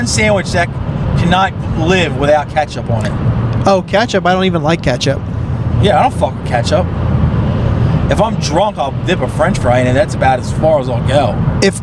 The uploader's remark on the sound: Road pod. On the way home FROM Are You Garbage live at Magooby's (Baltimore).